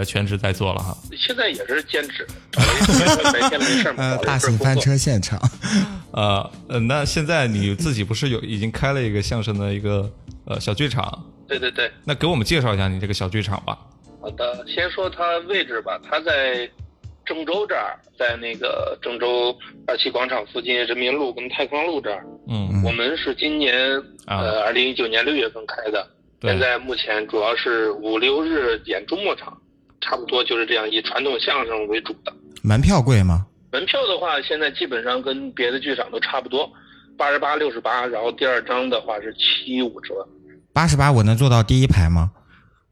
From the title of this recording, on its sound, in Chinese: Vol.47 电话连线第一期